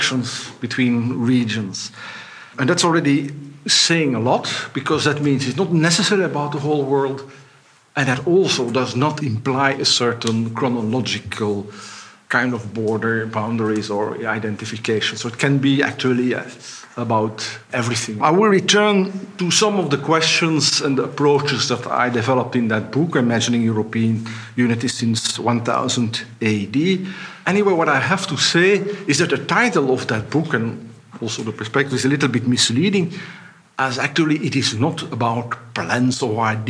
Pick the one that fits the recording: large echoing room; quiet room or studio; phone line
large echoing room